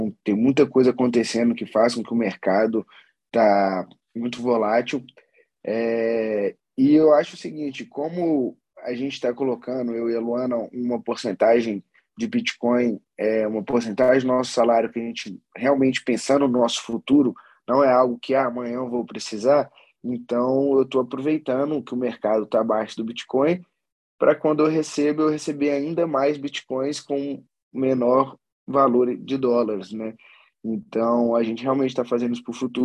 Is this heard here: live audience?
no